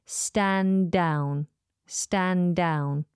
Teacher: Because we have D at the end of stand and D at the beginning of down, those two D's sitting next to each other become one.